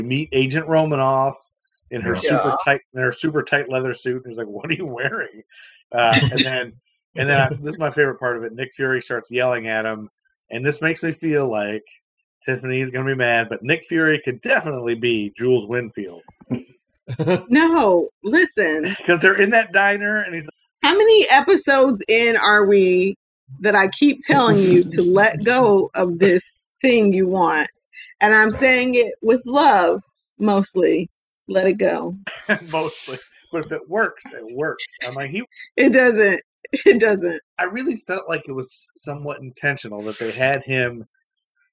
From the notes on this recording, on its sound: Still trying to figure out how to record remotely in a pandemic. Please pardon the audio.